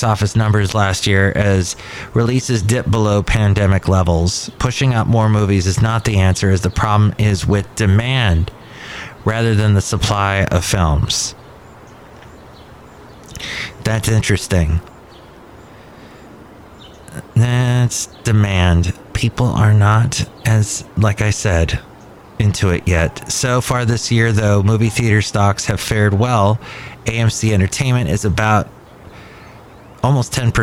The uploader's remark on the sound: podcasts live from Cafe Anyway